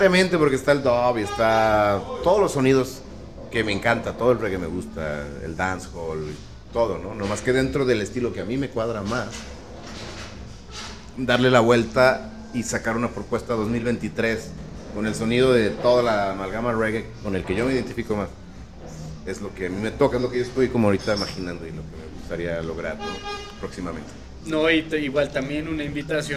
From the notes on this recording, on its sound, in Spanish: En vivo desde Jamaica Records